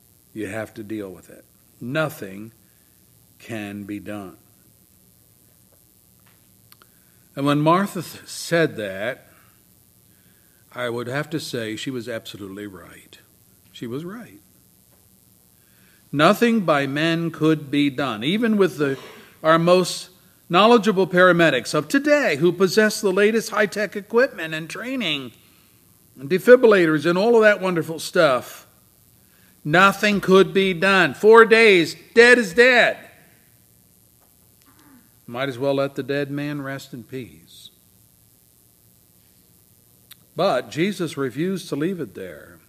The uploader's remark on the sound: services recorded at Thornville Baptist Church